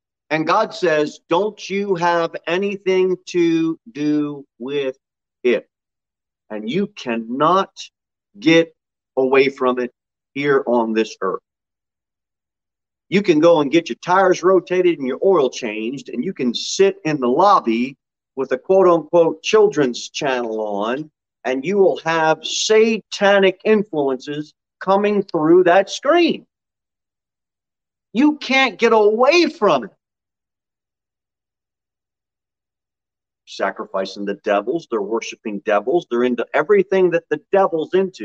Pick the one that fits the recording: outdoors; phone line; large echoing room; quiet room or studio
large echoing room